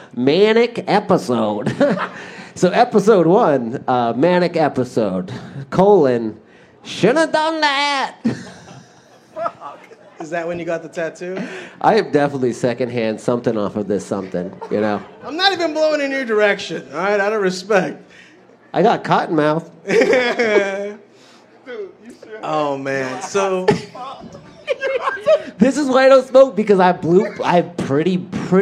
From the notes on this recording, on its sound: Filmed live in front of a studio audience on the backstage at the creek and the cave.